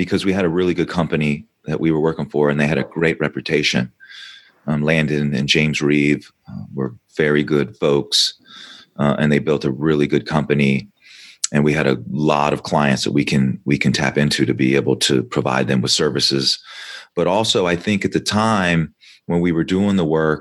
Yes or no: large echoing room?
no